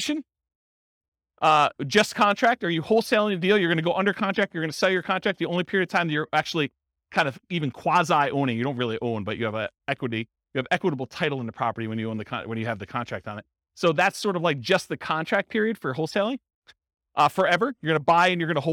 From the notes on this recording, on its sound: This was a live class recorded. Real estate investors and real estate entrepreneurs in Boulder, Colorado.